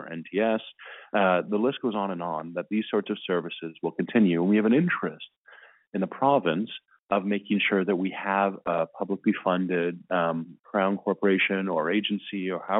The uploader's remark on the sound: Refocusing Health Care in Alberta Telephone Town Hall. Health care professionals participated in a telephone town hall.